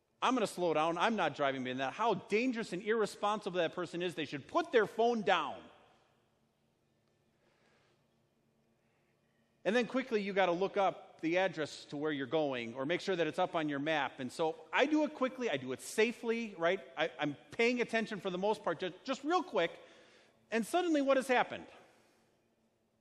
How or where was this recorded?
large echoing room